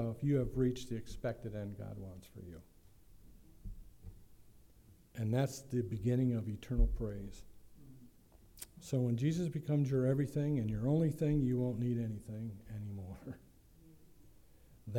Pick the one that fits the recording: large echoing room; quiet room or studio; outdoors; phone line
large echoing room